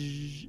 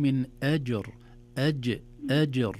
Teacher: لابد أن نعطيها صفة الشدة، بمعنى ينحبس الصوت في الجيم · Shown in: second take · أج أم لو قلنا أج لن نستطيع أن نقلقل مطلقا مهما حاولنا، لأن الصوت لا ينحبس. · Term: قلقلة